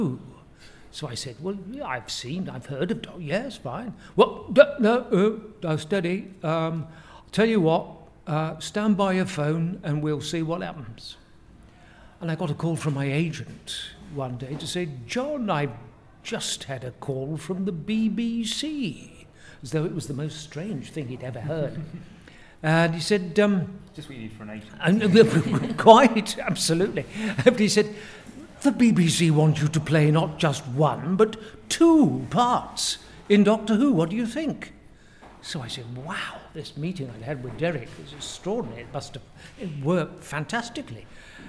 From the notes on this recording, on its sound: Interviews we recorded at Big Finish Day 3. Interviews we recorded at Big Finish Day 3.